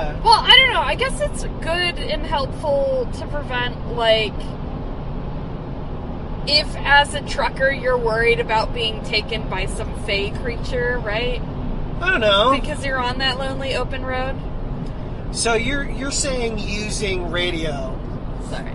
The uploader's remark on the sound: Sometimes, it’s just kinda hard to talk in the car. Roadtrip!